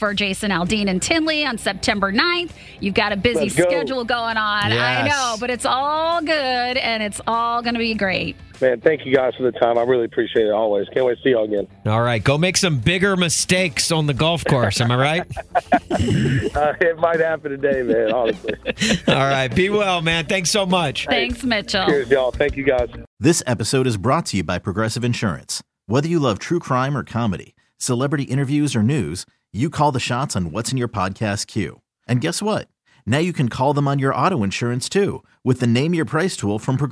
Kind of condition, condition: link, phone line